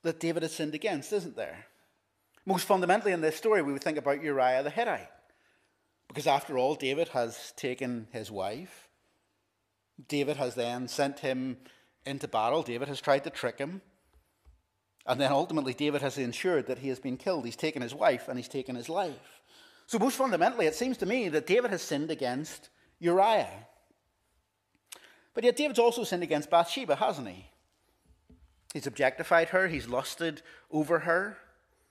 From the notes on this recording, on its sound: This is the recording of the Bible reading and sermon from our evening service on Sunday 16th April 2023.